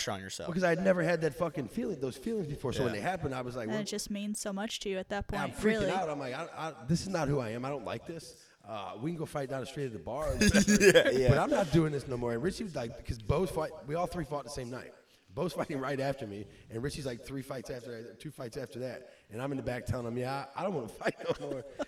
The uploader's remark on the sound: go live from an event